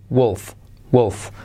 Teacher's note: semiclave W que se convierte en U, wolf, wolf, con una U como no es wolf, sino wolf, wolf, ¿vale?